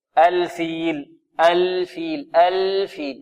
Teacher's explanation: ال لابد من إيضاحها بدون قلقلة. الفيل، الفيل، الفيل.